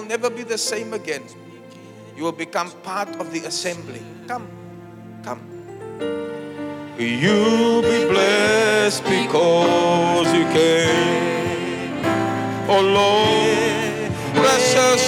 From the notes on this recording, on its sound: Preached at Zion Sanctuary, Cape Town on the 9th July 2023.